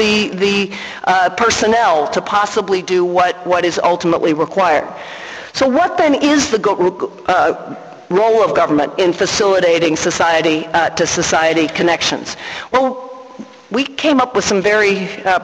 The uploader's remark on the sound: Inaugural Fulbright lecture in International Relations, given at St Antony's College